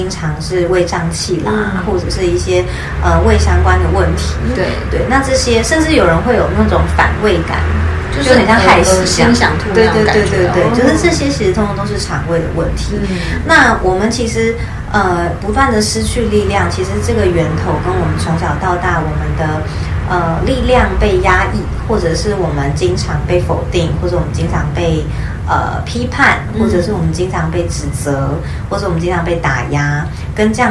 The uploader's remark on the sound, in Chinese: 背景雜音有點多很抱歉，因為錄完發現麥克風根本沒電（笑死）。